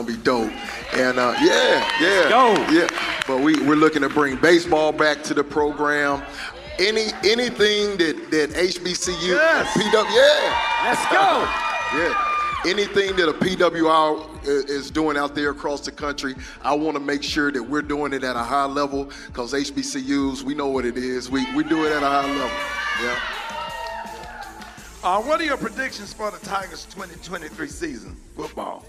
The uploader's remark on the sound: Live at John A. Merritt Classic in Nashville. Live at Tennessee State University, a HBCU, in Nashville, TN. While broadcasting live at TSU.